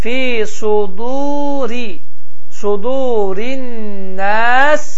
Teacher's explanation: Ra hərfidir. Ra hərfi kəsrəli gəldiyi də bildiyimiz kimi incə bir şəkildə tələffüz olunar.